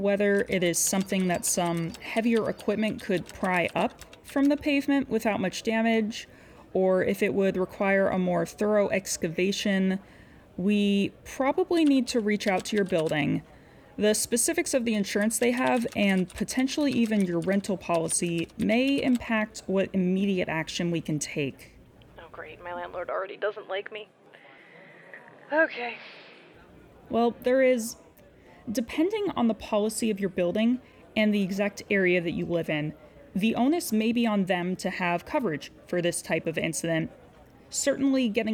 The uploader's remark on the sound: Call center background noise via Soothing Sounds to Concentrate on YouTube.